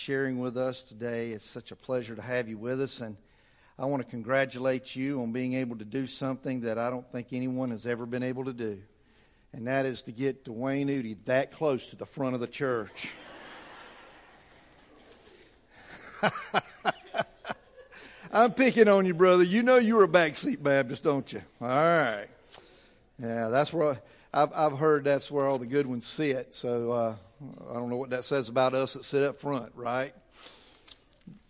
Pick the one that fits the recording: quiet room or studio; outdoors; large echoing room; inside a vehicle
large echoing room